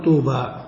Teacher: طي باء، طي بالياء، طي باء الياء وقعت ساكنة بعد ضم فقلبت واوا لمناسبة الضمة فقالوا طوبى.